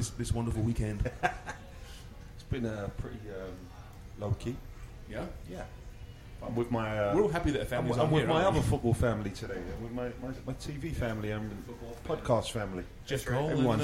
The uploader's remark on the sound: On location this week at one of our favourite establishments in downtown Toronto as we celebrate Family Day.